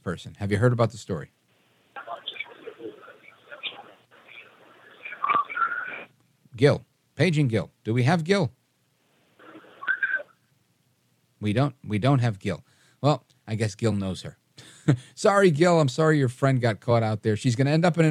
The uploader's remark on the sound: we take your calls in open phones across America